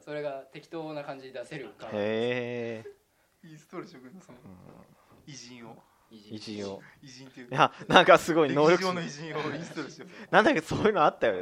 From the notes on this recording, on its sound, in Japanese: 前回に引き続き音声機材不良のため聞きにくくなってしまってます